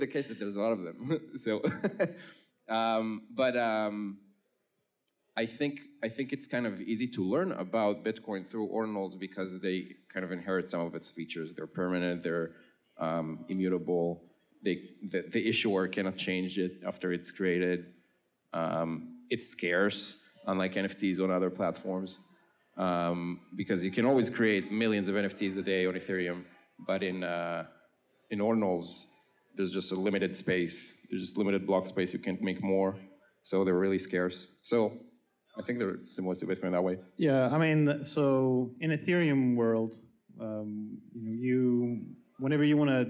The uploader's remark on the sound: Ordinals 2023 Panel: Collections. Recorded Live in Miami Beach at the Ordinals 2023 Conference.